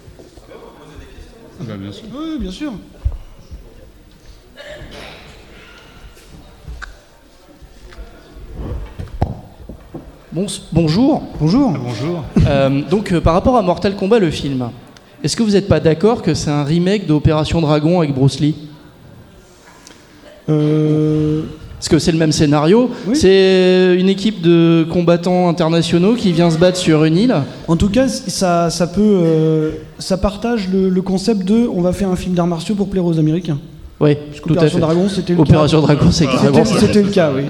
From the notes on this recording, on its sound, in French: Premier épisode live enregistré le 21 avril 2019 au festival Podrennes !